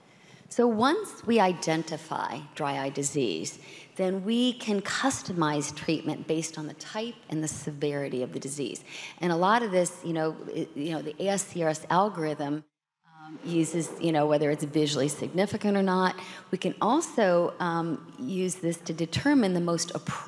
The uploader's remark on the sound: This content was captured during a live symposium.